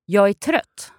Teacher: But when you say it more quickly, the g sound of the jag is disappearing. Yes, so I drop the g on the ja, jag, so it becomes ja.